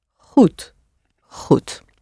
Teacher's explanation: Though the O sound is always spelled O-E. The D at the end is softened to a T sound.